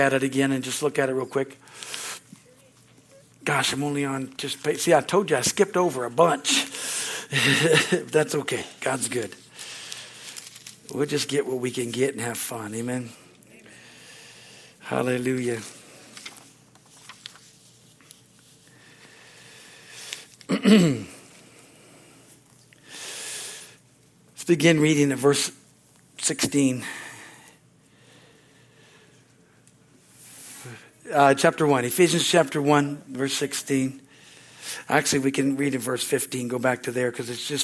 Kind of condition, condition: setting, large echoing room